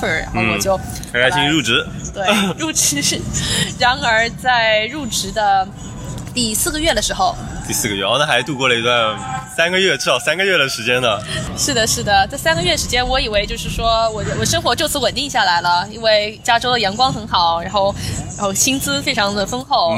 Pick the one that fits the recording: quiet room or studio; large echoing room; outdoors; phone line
outdoors